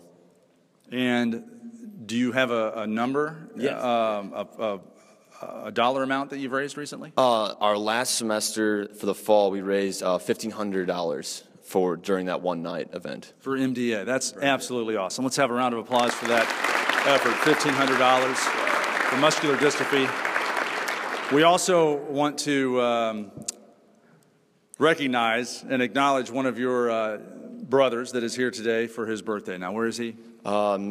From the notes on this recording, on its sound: Live at the University of Louisville. This show begins with a live studio audience at the University of Louisville.